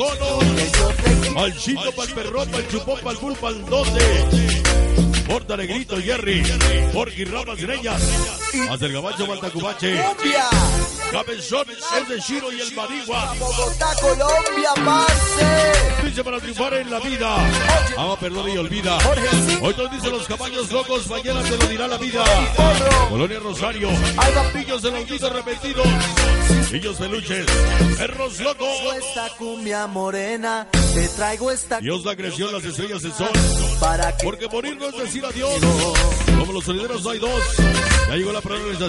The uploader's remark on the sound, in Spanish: EN VIVO DESDE EL PACHECO SAN SALVADOR HIDALGO.